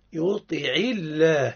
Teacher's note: نرقق الله. حكمه الترقيق لأنه سبق بكسر